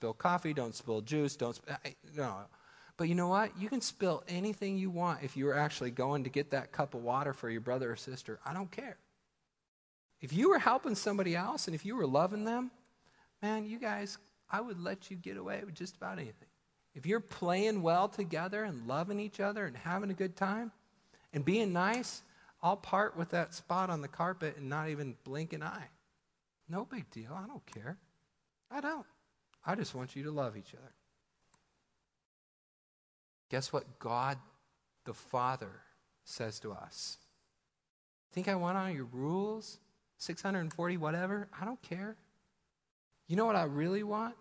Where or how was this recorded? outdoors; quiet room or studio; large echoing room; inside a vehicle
large echoing room